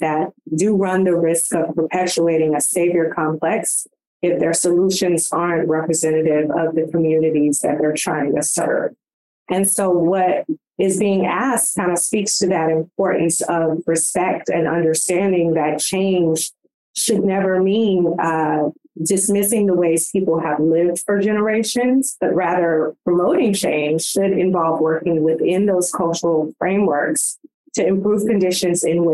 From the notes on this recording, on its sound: In June, we hosted a webinar